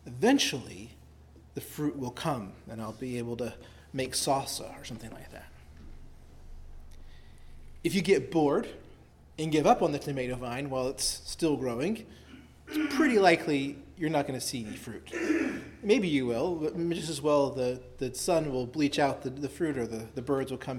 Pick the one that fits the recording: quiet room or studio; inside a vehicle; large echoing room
large echoing room